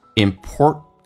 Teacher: T 跟 N 组合，我们刚刚有讲过 T 不发音，气流阻塞一下